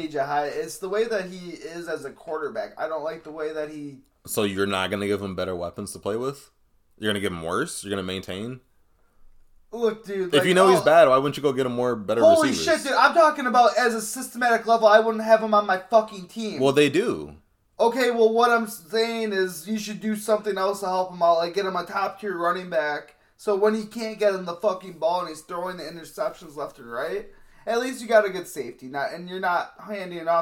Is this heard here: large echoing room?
no